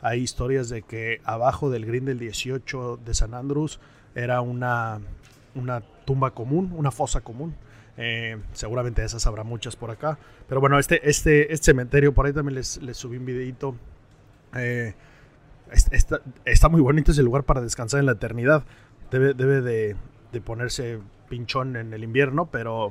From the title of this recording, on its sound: Live from The Open